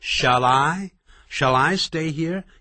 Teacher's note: shall，舌尖抵上去，跟 I 这个元音就自动产生连接 · Term: 连音